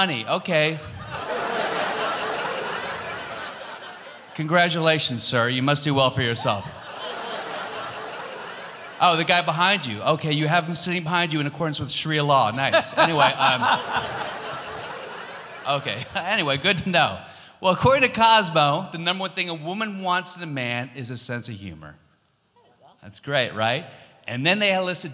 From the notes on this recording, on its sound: Live at the SouthPoint Casino